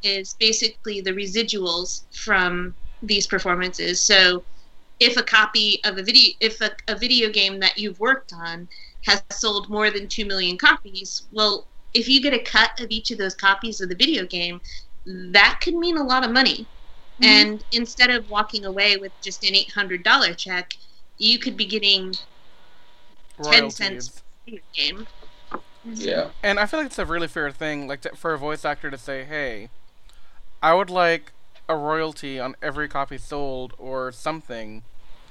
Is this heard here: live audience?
no